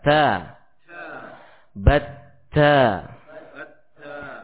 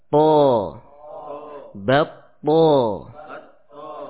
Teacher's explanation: Salah satunya adalah dengan membedakan tebal dan tipisnya. Kalau ta itu tipis, kalau to dibaca dengan tebal.